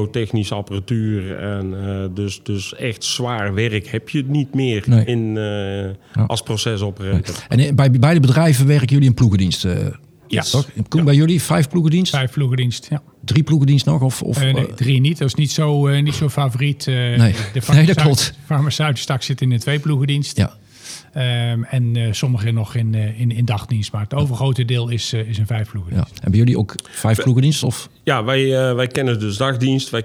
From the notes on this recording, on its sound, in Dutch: We zitten op dit moment in een ingerichte studio op de open dag van de School voor Procestechniek op het ROC TILBURG. We hebben op de open dag verschillende afleveringen opgenomen.